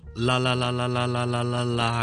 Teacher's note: 我个鼻咧系出唔到声，同埋冇空气出嚟嘅。即使我捻住个鼻咧，嗱，我有讲嘢有鼻音嘅字咧，就会读得怪怪地啦。但我读啦啦啦啦啦啦啦啦啦嘅时候咧，系完全冇影响嘅，因为本身我读啦啦啦嘅时候咧，系唔系一个鼻嘅音嚟嘅。咁呢个系 L 音嘅其中一个最紧要同 N 音嘅分别，OK？当然个脷嘅形状都有啲唔同咧，L 音咧系中间垫住，两边系冇嘅，跟住空气可以从两边出嘅，啦啦啦啦啦，OK？呢个 L 音特别要留意嘅地方。好啦，今日讲到呢度，拜拜。各位听众，如果有任何同英文学习有关嘅问题咧，欢迎到我哋嘅 IG Uncle Xiu O T H K 留言又得，亦都可以